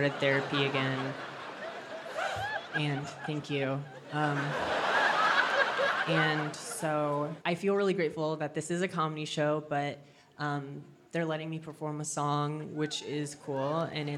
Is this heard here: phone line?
no